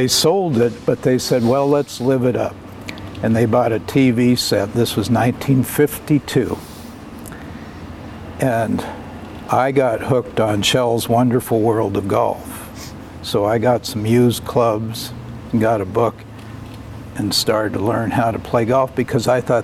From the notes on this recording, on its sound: outside Nicholson Library at Linfield University in McMinnville on August 11, 2021